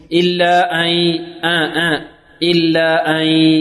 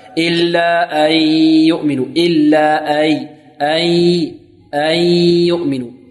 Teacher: فيسبق اللسان إلى الهمز فيصحب الهمزة صوت من الخيشوم · Shown in: first take